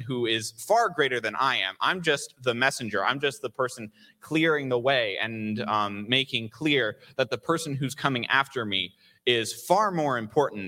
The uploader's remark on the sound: recorded live on December 4th 2022 at Newark United Pentecostal Church.